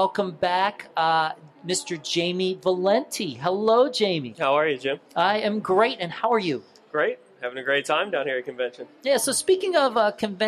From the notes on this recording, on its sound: LIVE from the NJEA Convention. Broadcasted directly from the floor of the 2016 NJEA Convention in the TeacherCast booth.